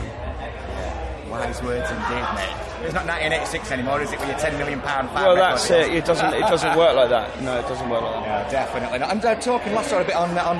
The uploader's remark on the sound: TURS at Download Festival 2022